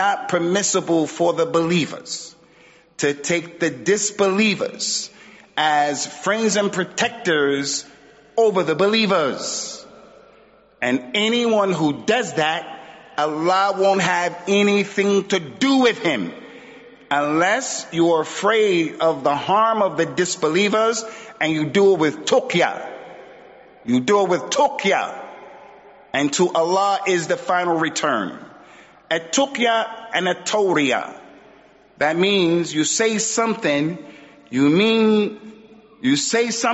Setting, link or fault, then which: setting, large echoing room